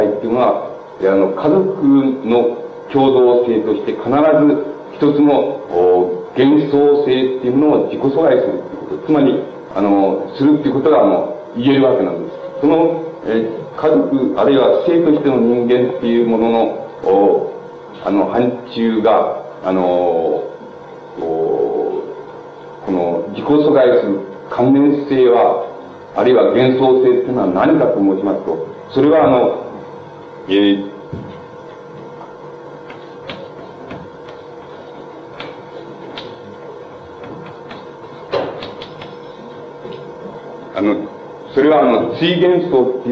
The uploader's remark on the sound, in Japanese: 講演日時：1967年11月11日 主催：愛知大学 第21回愛大祭本部 場所：愛知大学 豊橋校舎9号館。テープが欠けているため 講演の前半部のみの収録。周辺のノイズが入っており、 音質はあまりよくない。